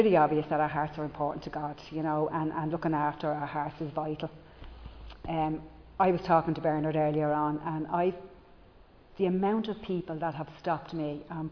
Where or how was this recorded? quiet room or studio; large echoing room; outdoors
large echoing room